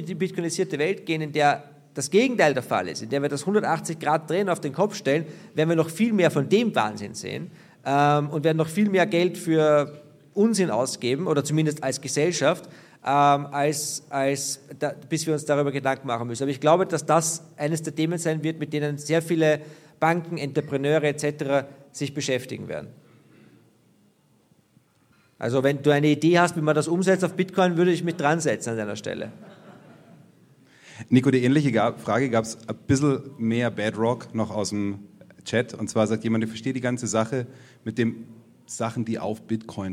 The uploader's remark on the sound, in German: WBB LIVE aus München. Live vom Bitcoin Block in München.